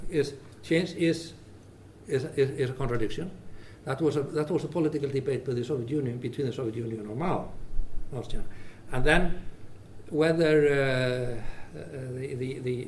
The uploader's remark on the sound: This episode is a recording from our annual summer course Doing Business in China.